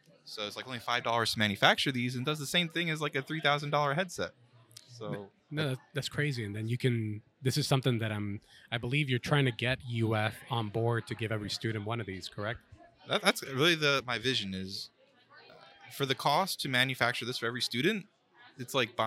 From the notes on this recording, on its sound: recorded at Tampa Bay Comic Con 2023